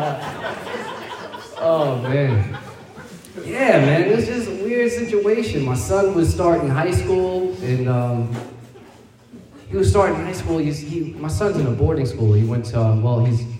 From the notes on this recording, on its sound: Hopefully the audio is good enough to follow.